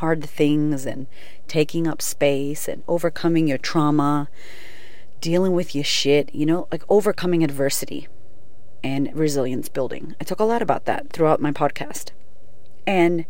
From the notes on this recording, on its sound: Today's episode is live from my car